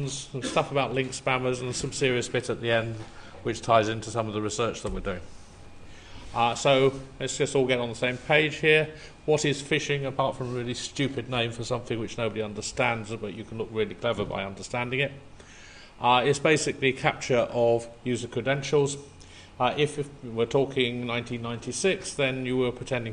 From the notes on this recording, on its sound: A recording from EuroBSDCon 2009